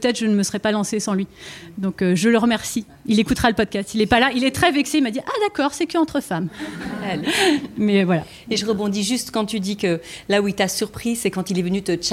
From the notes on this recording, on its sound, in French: Episode live LES AUDACIEUSES chez Balzac Paris. Notre épisode LIVE enregistré à 3 voix de podcasteuses + la fondatrice Balzac Paris.